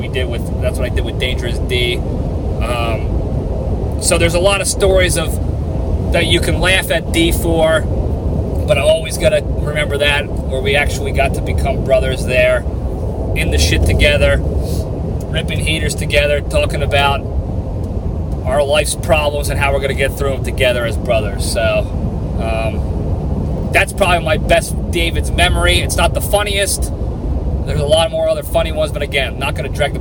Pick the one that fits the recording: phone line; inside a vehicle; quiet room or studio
inside a vehicle